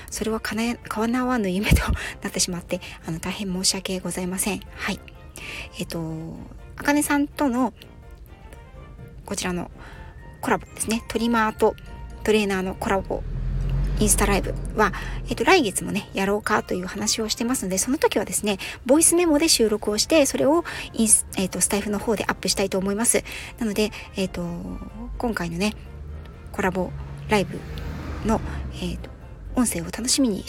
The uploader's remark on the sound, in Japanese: 訪問の仕事と仕事の合間の車の中から、 一発録りでお届けしております。